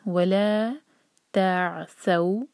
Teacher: عین پر قلقلہ نہ ہو، عین کو ٹچ کریں گے لیکن جھٹکا نہیں دیں گے